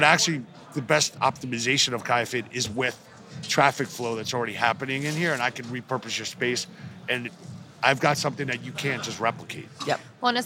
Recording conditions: busy venue